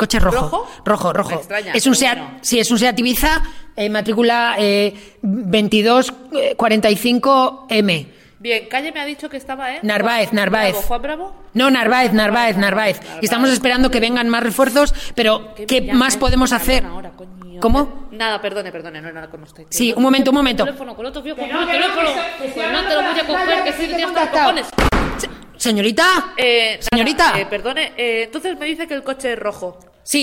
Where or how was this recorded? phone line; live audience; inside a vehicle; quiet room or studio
live audience